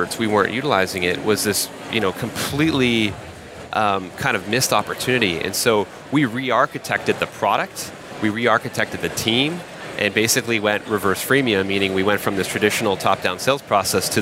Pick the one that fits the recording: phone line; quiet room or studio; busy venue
busy venue